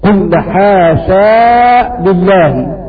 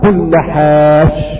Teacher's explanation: قرأ أبو عمرو بإثبات ألف في حال الوصف · Shown in: first take · قل حاشا لله في الموضعين في حال الوصف، فإذا وقف يقف هكذا قل حاش في الموضعين، إذا إثبات الألف في حال الوصف.